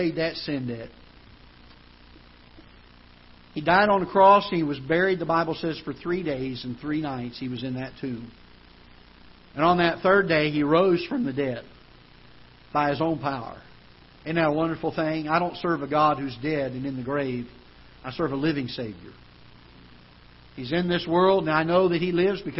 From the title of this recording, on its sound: Ketha Heights Baptist Church ~ Live Broadcast